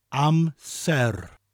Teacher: with that rolling R at the end of the word